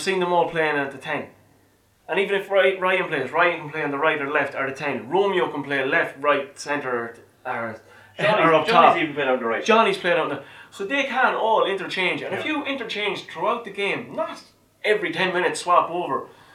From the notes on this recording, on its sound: Return to record episode 37 in person, in the flesh, in a single space! This has lead to a reduction in audio quality.